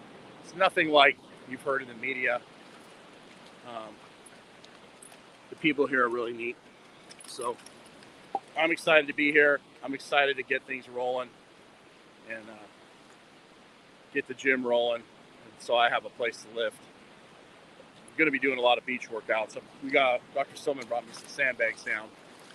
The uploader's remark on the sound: Test live from the beach. Testing live streaming from a cell phone on the beach. Recording from the beach with good reception.